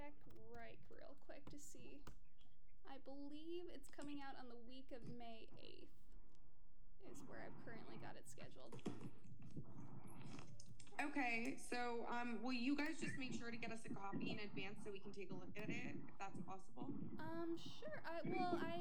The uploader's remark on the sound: Unedited rough interview. Unedited with bad audio quality.